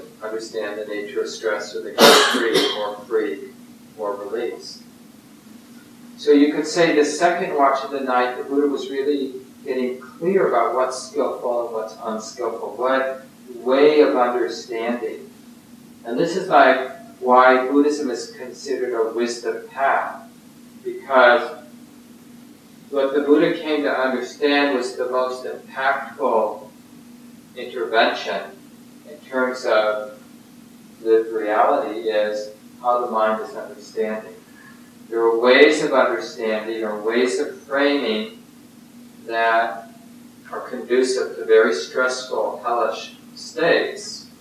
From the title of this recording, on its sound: Poor Audio Quality